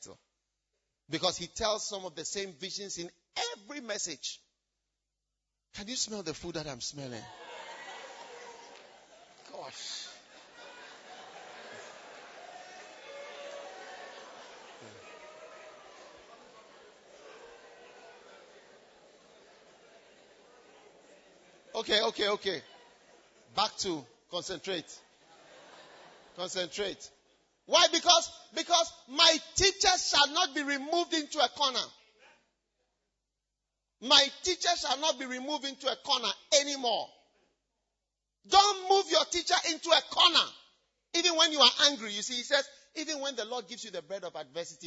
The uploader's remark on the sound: Preached at First Love Church, Legon